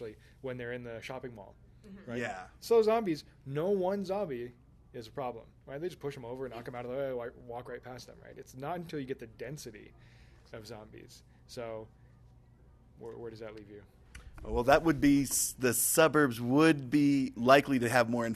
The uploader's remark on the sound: Record4ed in 2014 at Westercon, where I happened to be Fan Guest of Honor.